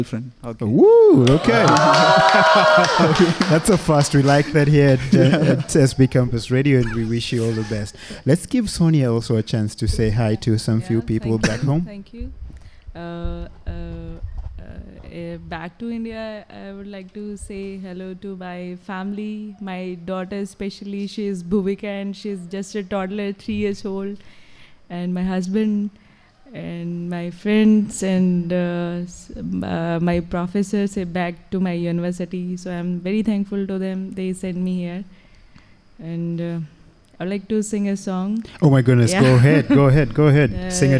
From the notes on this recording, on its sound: This live show hosted International participants of Summer Course 2019 at the Jacob Blaustein Institutes for Desert Research, Ben Gurion University of the Negev. The live studio audience was from India.